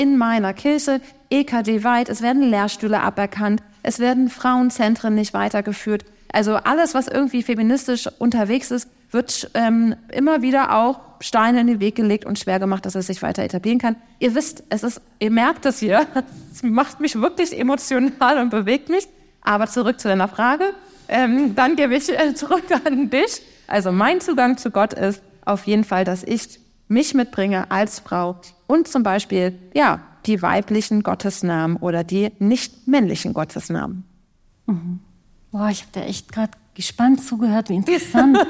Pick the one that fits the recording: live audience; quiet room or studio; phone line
live audience